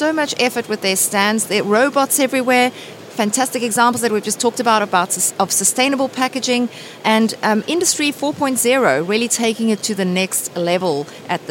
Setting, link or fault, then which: setting, busy venue